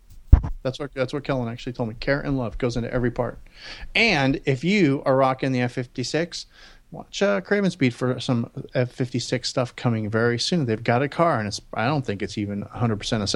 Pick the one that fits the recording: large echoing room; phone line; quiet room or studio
quiet room or studio